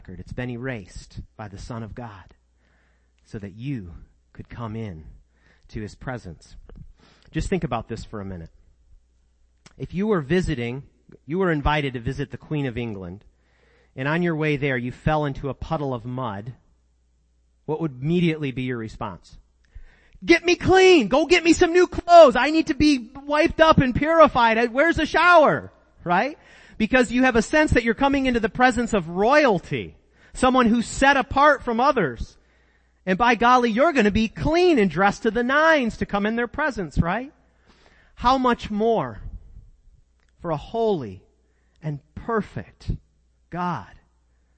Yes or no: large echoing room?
yes